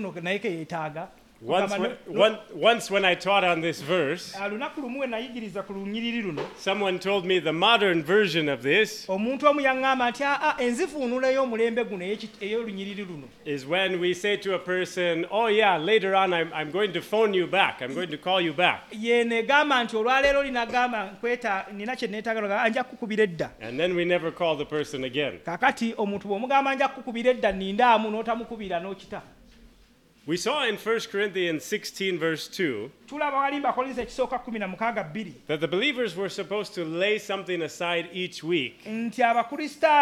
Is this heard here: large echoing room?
yes